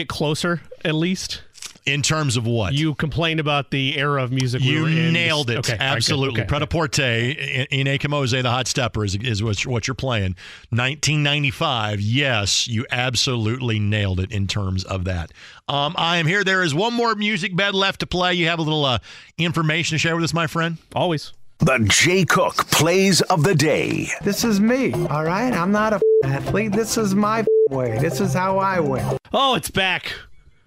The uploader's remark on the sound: heading to the phone lines